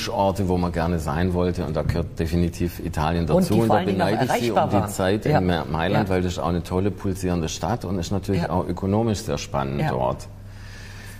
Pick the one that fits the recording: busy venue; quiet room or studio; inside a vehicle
busy venue